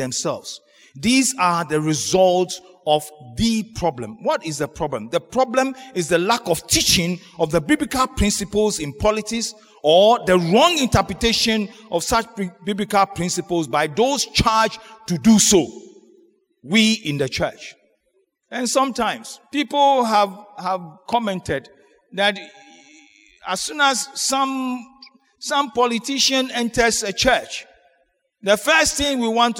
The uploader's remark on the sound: Sermon preached at CBC Shiashie Campus